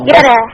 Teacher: ولو يرى لما هنقف عليها يبقى ولو يرى تقليل